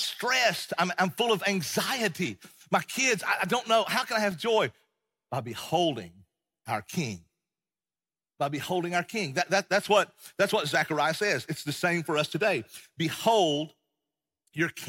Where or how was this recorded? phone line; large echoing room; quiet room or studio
large echoing room